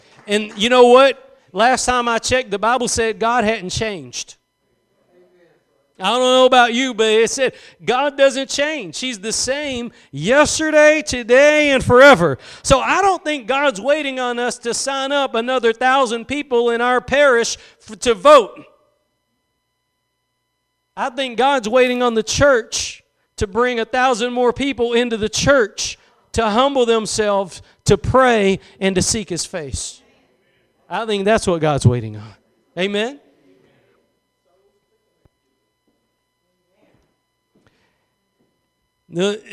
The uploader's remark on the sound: Preached at Gospel Lighthouse in Bossier City, La.